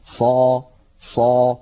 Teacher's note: نجد بأن صوت الصاد يتصعد إلى أعلى الفم لأن هذا هو الاستعلاء. الاستعلاء هو تصعد الصوت إلى الحنك الأعلى عند النطق بالحرف المستعلي.